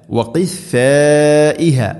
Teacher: മദ് മുത്തസിലാണ് നാലോ അഞ്ചോ ഹർക്കത്തിൻ്റെ ഖദറിൽ നിർബന്ധമായിട്ടും നീട്ടണം